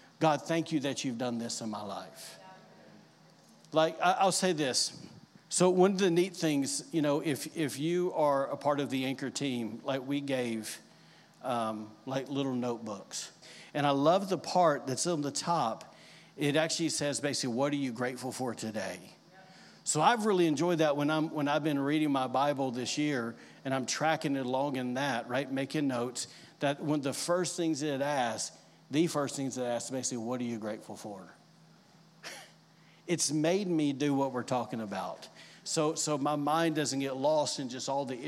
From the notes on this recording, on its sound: recorded on Sunday, February 18th, 2024, during service at The Anchor Church in Rockport, Maine.